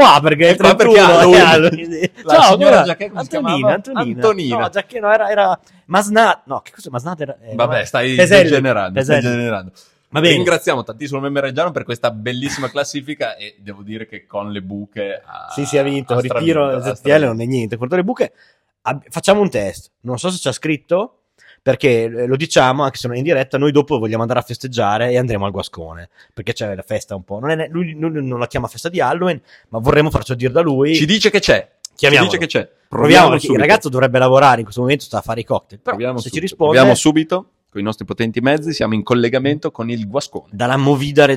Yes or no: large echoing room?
no